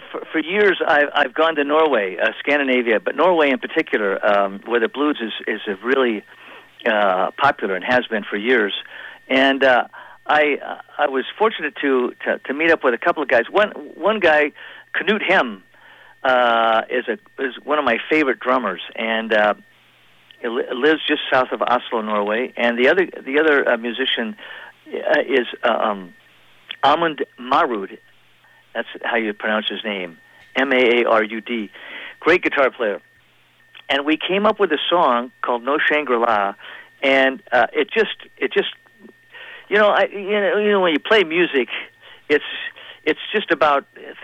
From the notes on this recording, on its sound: Chats on the phone. On the eve of The Redwood Mountain Faire weekend.